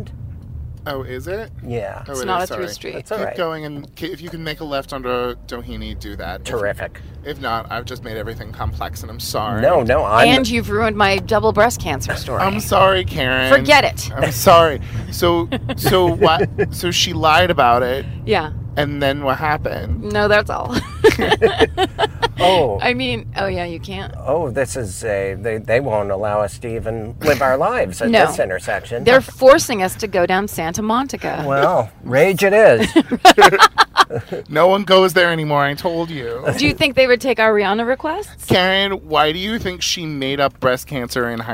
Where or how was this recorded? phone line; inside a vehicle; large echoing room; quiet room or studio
inside a vehicle